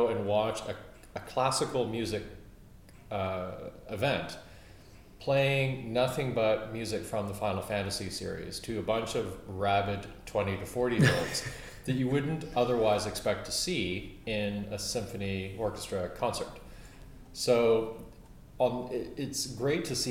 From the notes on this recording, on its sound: Down at the AES Audio for Games conference in London 11-13th February 2014.